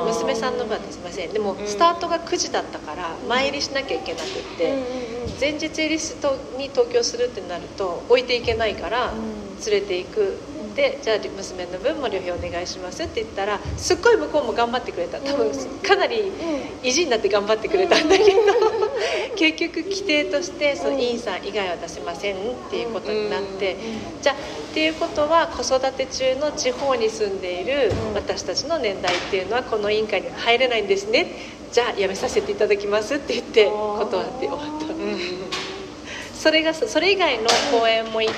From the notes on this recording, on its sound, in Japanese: 公開収録。収録の環境が変わったため、少しホワイトノイズが入っています。会場にゲストとパーソリティーの子供２人が自由に遊んでいたため、声も入っています。